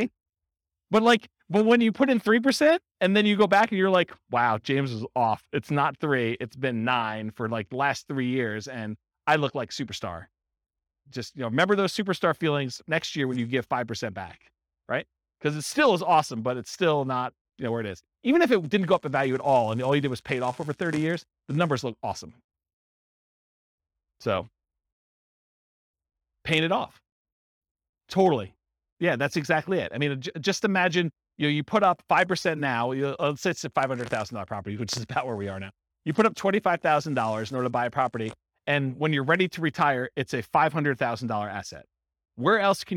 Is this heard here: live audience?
yes